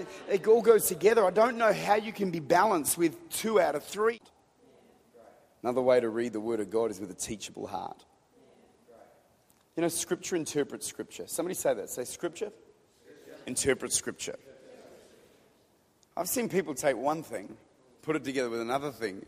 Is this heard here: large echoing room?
yes